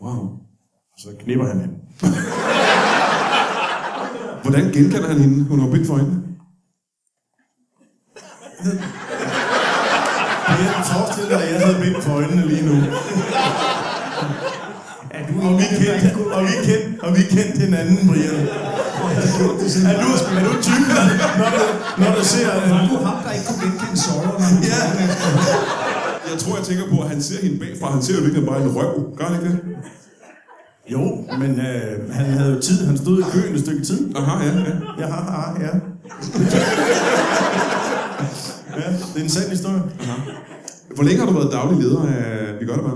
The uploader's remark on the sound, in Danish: LIVE fra Vejle